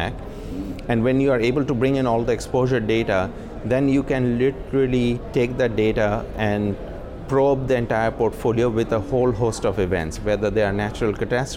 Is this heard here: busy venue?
yes